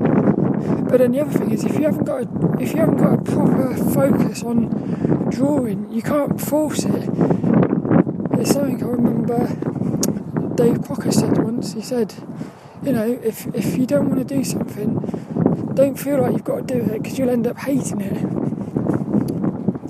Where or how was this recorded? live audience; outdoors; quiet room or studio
outdoors